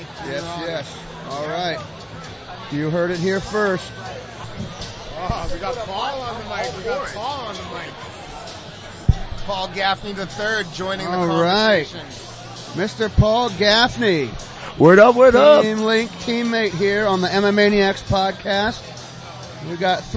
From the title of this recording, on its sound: LIVE from Combat Zone 57